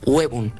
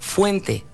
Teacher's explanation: La O tónica, fuerte, diptongó.